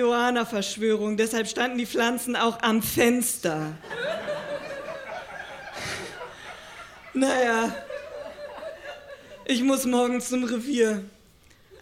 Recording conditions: live audience